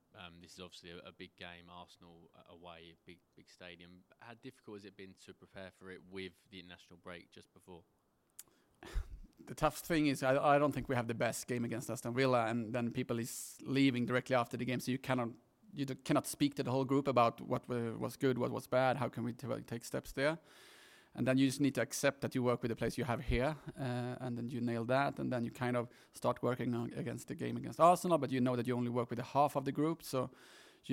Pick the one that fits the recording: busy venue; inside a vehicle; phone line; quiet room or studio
busy venue